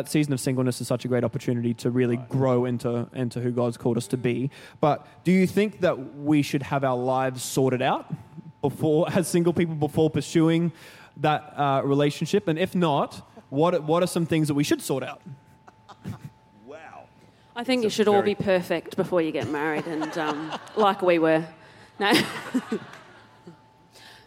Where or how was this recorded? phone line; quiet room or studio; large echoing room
large echoing room